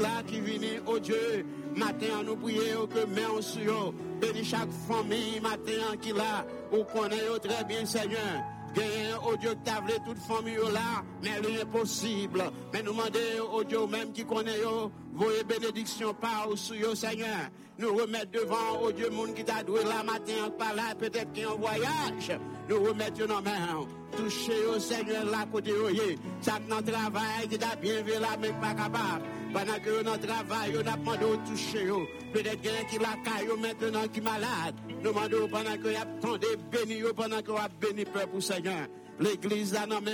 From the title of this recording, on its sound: Sunday Service Live